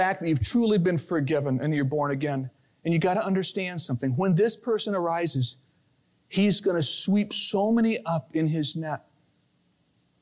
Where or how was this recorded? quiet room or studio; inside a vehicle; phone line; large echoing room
large echoing room